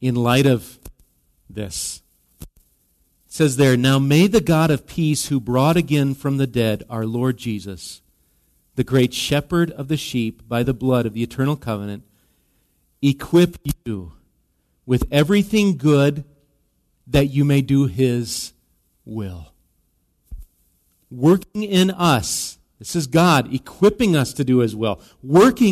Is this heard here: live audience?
yes